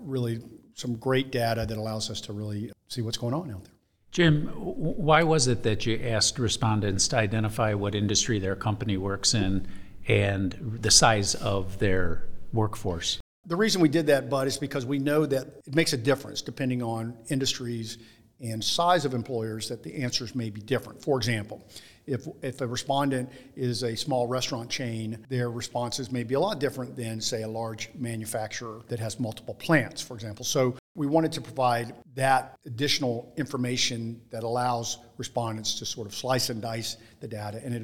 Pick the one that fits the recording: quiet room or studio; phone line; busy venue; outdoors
busy venue